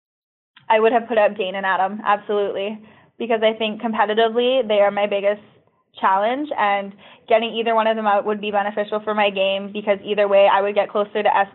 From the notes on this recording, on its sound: Phone Interview.